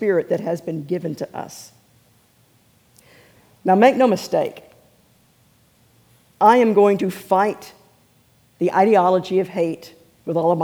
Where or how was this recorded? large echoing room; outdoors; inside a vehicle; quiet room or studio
large echoing room